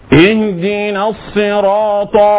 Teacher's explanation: لولا التفخيم الذي في الصاد لكانت سين، ولولا التفخيم الذي في الطاء لكانت تاء